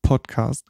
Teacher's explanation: dann hörst du nach dem P ein Windlaut · Term: Plosivlaute